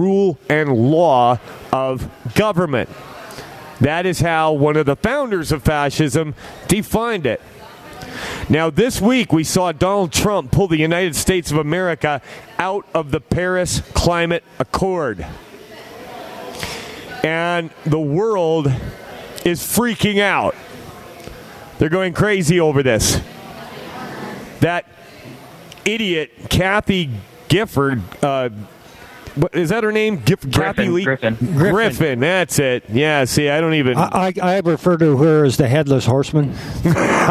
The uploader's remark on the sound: Live from Edmonton - The Million Deplorables March!